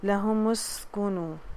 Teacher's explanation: تو یہ جو بریتھ کی جو ساؤنڈ ہے ہمس کہلاتی ہے، اور یہ سیٹی کی سی جو آواز ہے سین پہ یہ آنی چاہیے